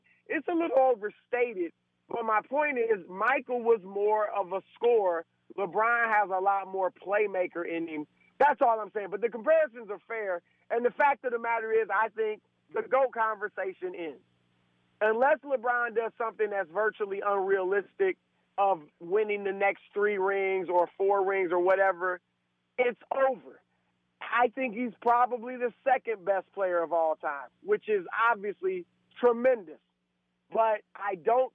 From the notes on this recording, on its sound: Call into the show moments after their team was crowned NBA Champions.